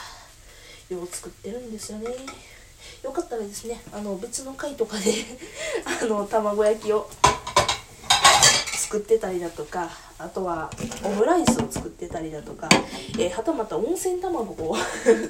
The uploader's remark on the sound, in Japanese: 薄焼き卵を作りながら。From Radiotalk。料理音声。